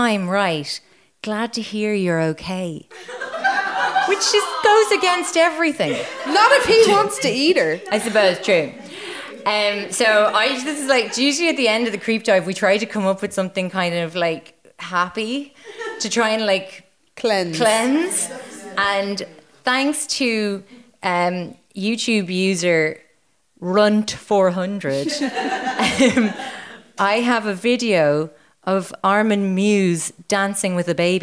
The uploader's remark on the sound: It’s our first ever live show and we had a blast.